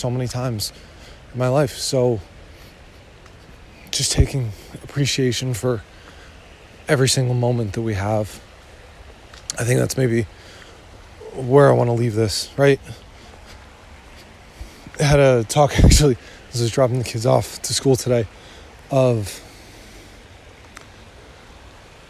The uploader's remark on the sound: I try to get out in the woods a few times a week and some of them I plan to couple with a recording